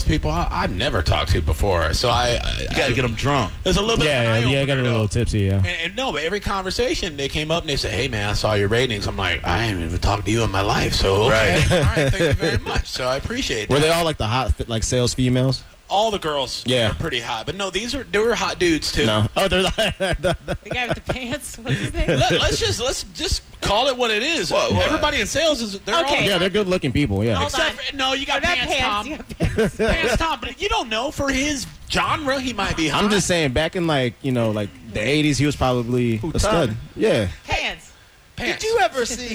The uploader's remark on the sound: Live from Gennaro's. The most epic of night time radio cross overs happened.